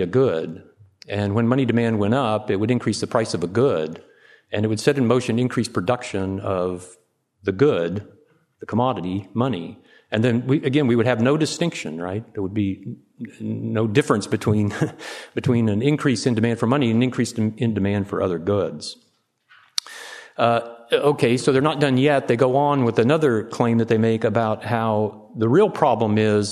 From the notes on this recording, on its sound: Presented at the Austrian Economics Research Conference. At the Ludwig von Mises Institute in Auburn, Alabama.